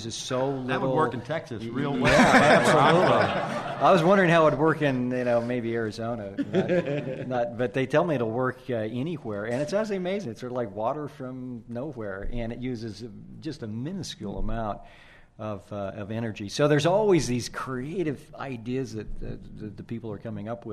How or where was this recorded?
live audience